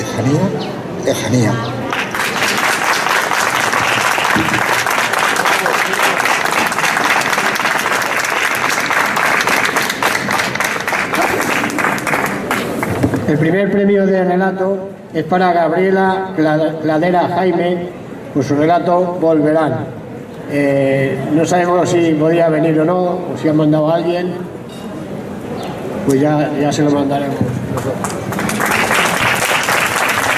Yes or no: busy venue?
yes